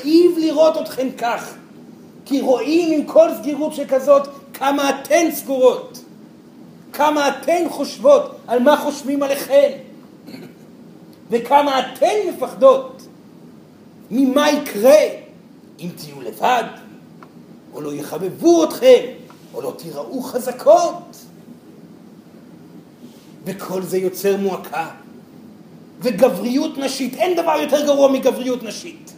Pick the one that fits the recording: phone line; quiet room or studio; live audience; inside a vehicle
live audience